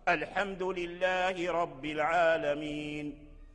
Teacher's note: إذا ابتدأنا بالكلمة التي فيها همزة الوصل فلا بد من إثبات همزة الوصل، وهمزة الوصل إذا ابتدأنا بها ترجع همزة قطع